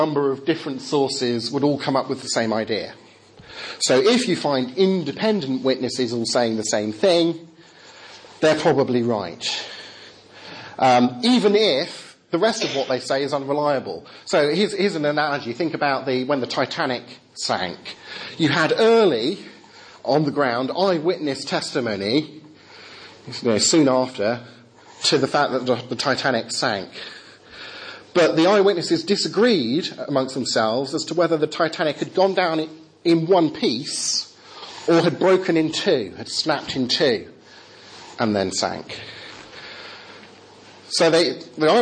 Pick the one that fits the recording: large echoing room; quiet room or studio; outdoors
large echoing room